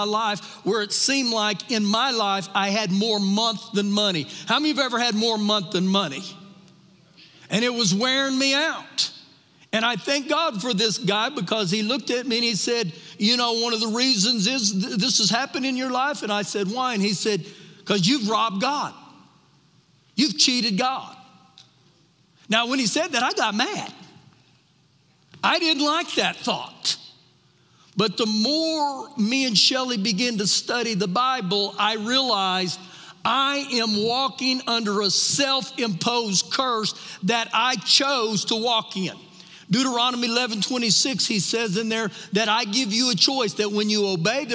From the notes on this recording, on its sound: Recorded live during our Wednesday night service